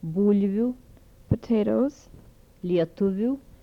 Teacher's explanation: Labiodental fricatives with palatalization.